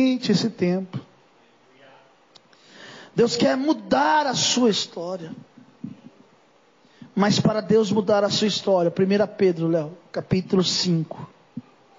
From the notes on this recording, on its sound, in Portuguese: Mensagem gravada em 21/11/2023 - Culto de Causas Impossíveis